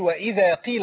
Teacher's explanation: حضرتك شددت القاف والقاف مش مشددة، بص في المصحف كده هتلاقيها قاف مكسورة.